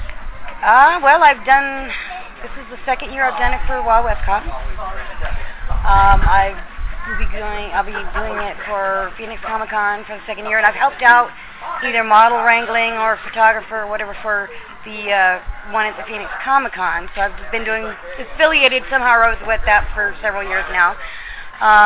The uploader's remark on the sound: THIS SHOW IS NOT LIVE - IT HAS BEEN PRE-RECORDED. At the Wild Wild West Steampunk Convention this last weekend.